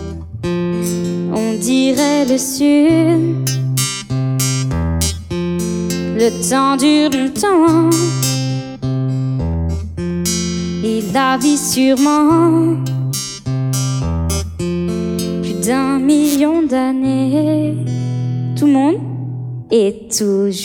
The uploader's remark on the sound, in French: Enregistrement réalisé lors du concert dans les thermes de Chassenon